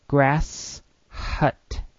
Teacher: Be careful with the sequence S-H. In Mingo, the S and the H must always be pronounced separately, like in the English phrase grass hut.